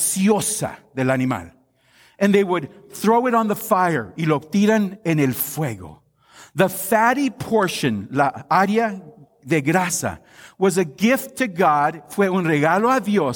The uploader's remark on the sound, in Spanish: Esta es una grabación de la Devoción dada en nuestro Servicio de Acción de Gracias.